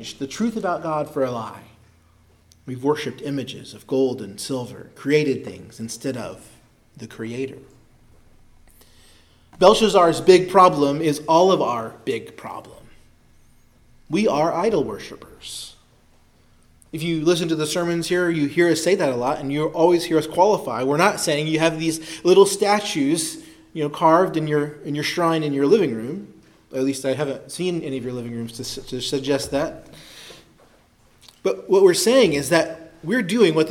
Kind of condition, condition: setting, large echoing room